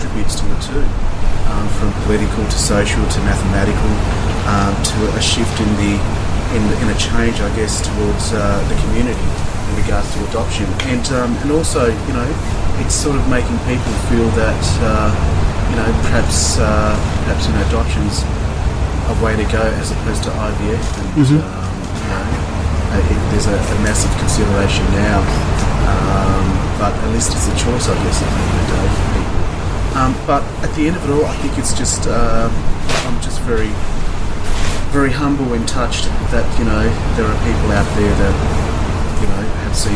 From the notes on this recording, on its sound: This interview was recorded in the Outdoor section of Luna Leederville , so there is a bit of background noise. Many thanks to the folks at Luna for allowing us to utilise their space to record.